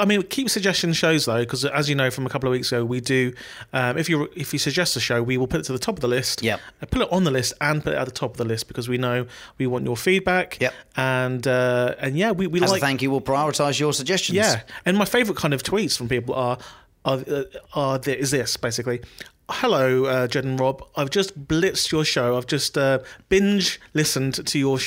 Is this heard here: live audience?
no